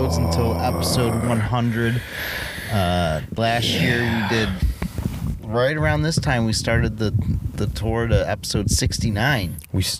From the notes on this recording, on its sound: This episode was recorded at Cheshire Lake in the car.